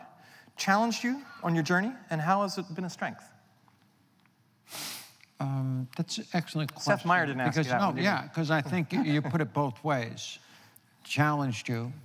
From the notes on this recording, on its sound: The conversation was recorded on Apr 25, 2017 in front of a live audience at New York's 92nd Street Y.